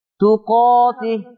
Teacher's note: كلمة تقاته تقرأ بالفتح، ما فيها تقليل، ما فيها إمالة بالألف